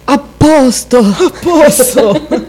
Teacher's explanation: questa è la versione con univerbazione. Quindi con la P geminata, la doppia P. In realtà si può dire in entrambi i modi.